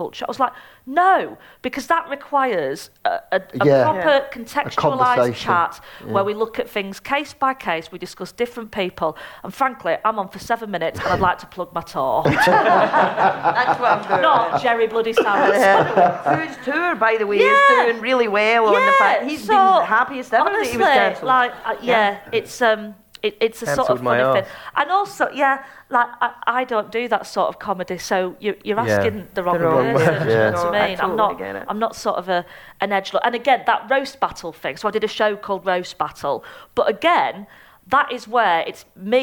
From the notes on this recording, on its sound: Recorded live at the Edinburgh Fringe.